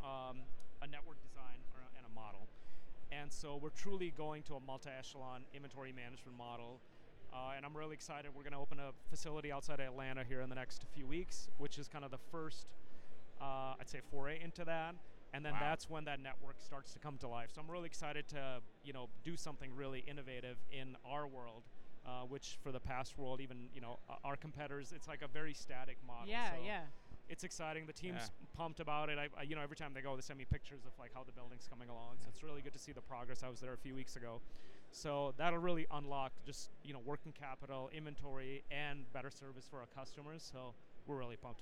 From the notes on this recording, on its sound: Live From Manifest 2024. Direct from the show floor.